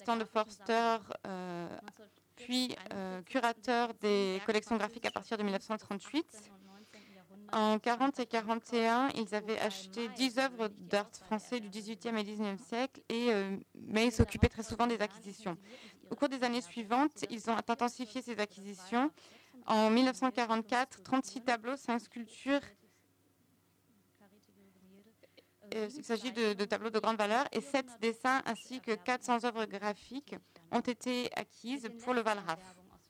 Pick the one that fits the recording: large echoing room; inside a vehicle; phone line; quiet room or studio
large echoing room